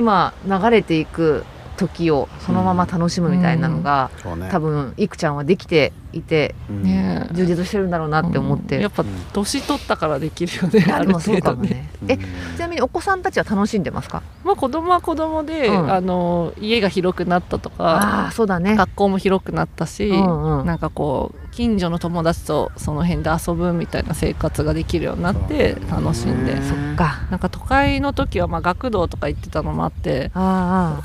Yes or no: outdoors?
yes